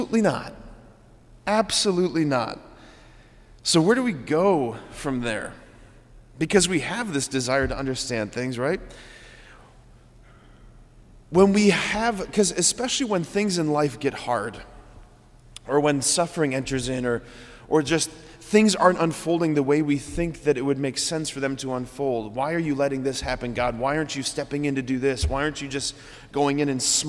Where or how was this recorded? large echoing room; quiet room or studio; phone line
large echoing room